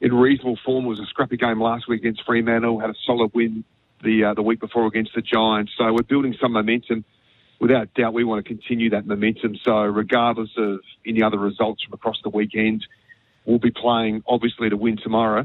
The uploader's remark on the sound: phoned